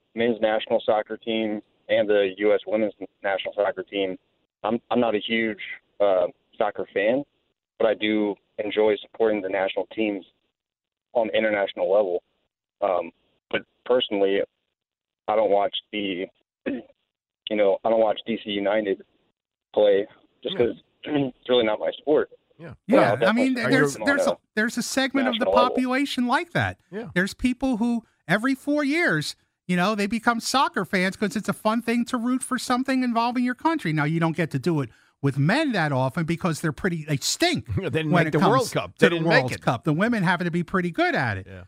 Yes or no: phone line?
yes